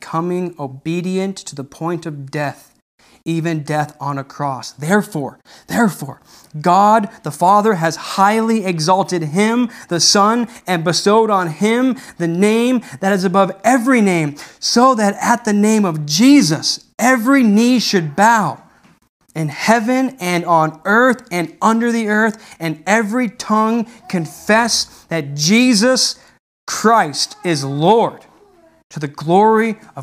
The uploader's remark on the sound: This message wad delivered on November 8th, 2020 at Redeemer Community Church.